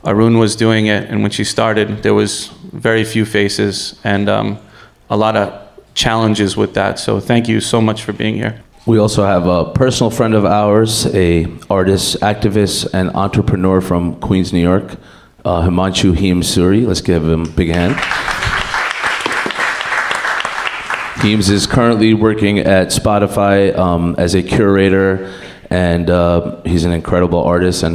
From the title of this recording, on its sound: Live At Lincoln Center